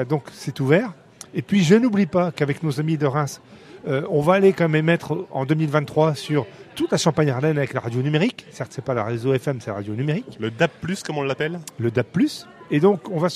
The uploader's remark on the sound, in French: RCF en direct de la 76e Foire de Châlons.